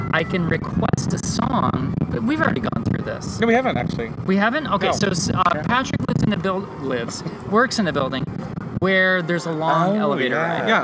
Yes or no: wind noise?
yes